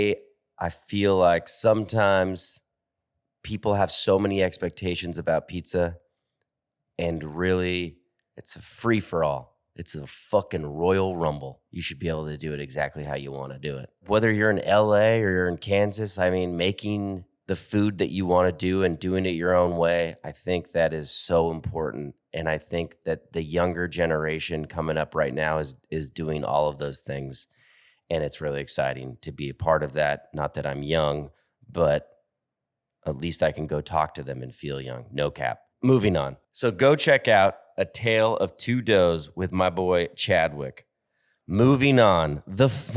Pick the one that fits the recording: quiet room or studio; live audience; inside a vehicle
quiet room or studio